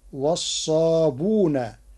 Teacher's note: قرأ ورش كلمة والصابئون بضم الباء وحذف الهمز فتصير عنده والصابون تخفيفا وتسهيلا.